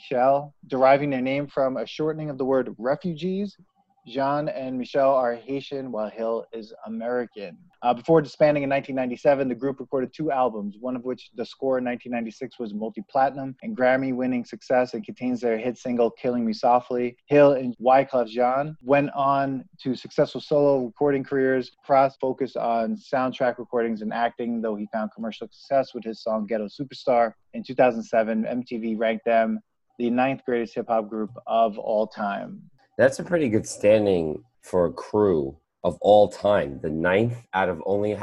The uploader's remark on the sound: We recorded this on August 3rd, 2020 on Zoom so there are small sound discrepancies due to Hurricane Isaias coming in towards NYC.